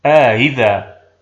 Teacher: وفي أئذا الأولى مفتوحة والثانية مكسورة، فنسهل الثانية بين الهمزة المحققة والياء وندخل ألف الفصل فتصبح آهذا.